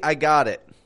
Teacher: a word ending in a T and another word linking to that, using a flap T to link the two